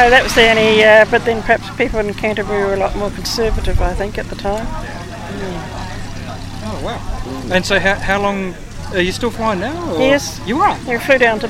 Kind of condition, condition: setting, outdoors